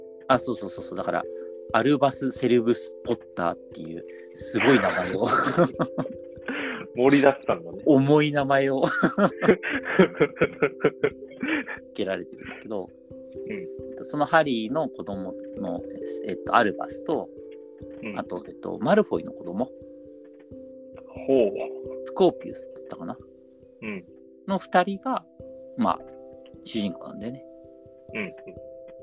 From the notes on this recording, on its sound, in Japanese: ごめんなさい！音声がくぐもってます！